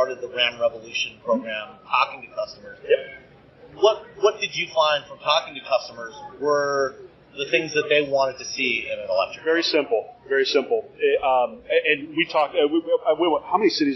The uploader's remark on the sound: Instead of news we've got interviews that we recorded at the 2023 New York Auto Show.